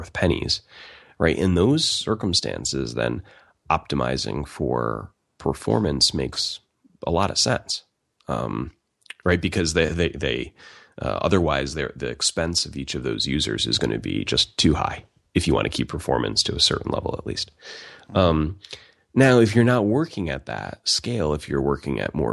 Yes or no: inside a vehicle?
no